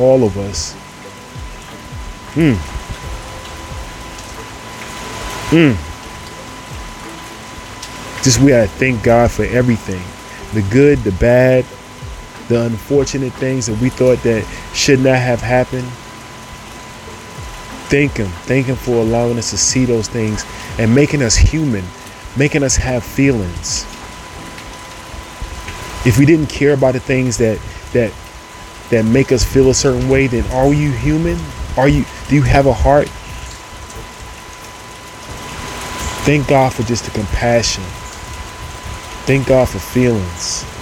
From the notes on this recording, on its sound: I'm recording this episode outside in the rain